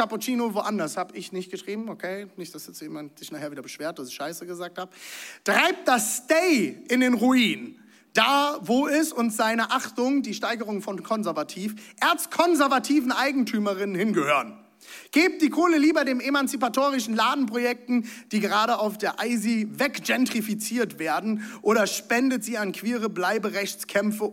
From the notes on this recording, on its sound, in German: Zeal Church Leipzig. Audiomitschnitt der Predigt.